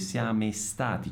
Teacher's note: ci mette una E davanti alla S, anche questa è una cosa tipica eh, dei brasiliani